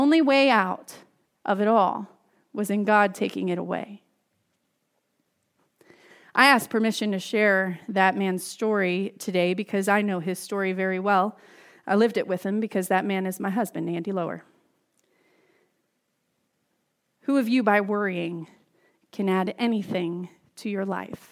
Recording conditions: large echoing room